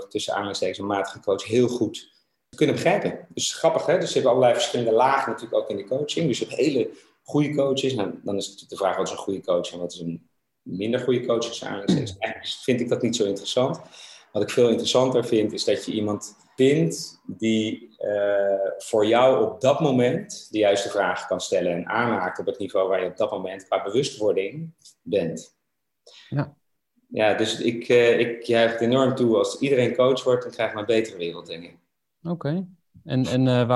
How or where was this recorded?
video call